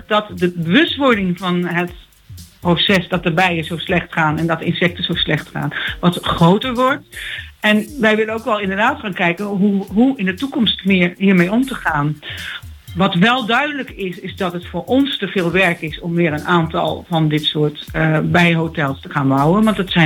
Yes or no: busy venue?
no